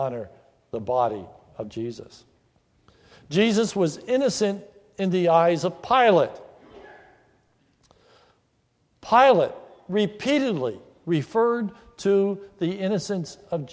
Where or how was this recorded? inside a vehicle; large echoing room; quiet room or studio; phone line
large echoing room